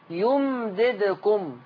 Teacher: عدم تحريك الميم لكن لا أطيل الزمن على الميم حتى لا تتحول إلى ميم مشددة